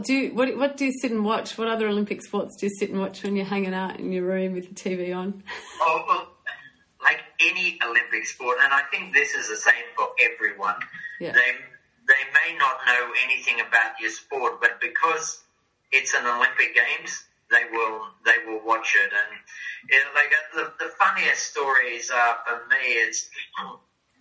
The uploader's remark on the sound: had a fabulous catch up over Zoom